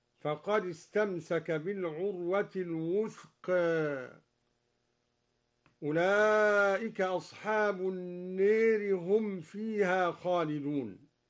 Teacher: قرأ الدوري بتقليل الوثقى وإمالة ألف النار